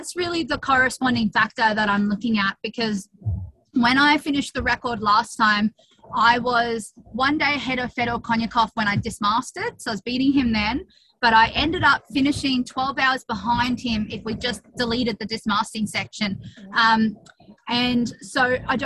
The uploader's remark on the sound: As she hurtles around Antarctica. We did this chat via Zoom link.